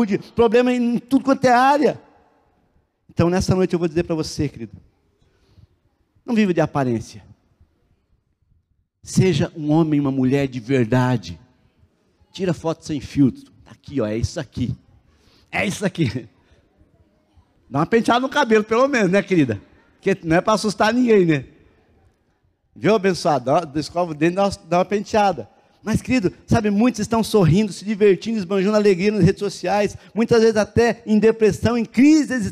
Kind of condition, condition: setting, large echoing room